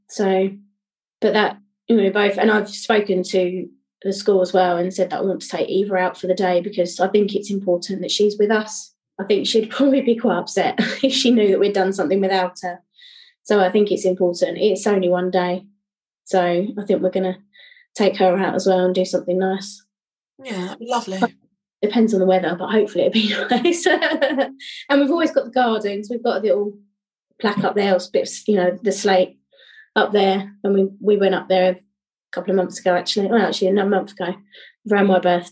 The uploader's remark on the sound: This episode was pre-recorded on zoom.